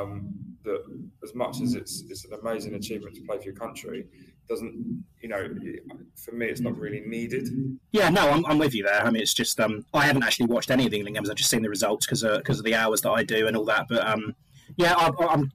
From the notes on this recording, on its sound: This episode's audio is poor and not to our usual standards